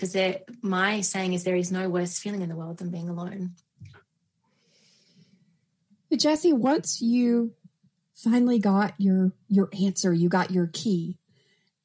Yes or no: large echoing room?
no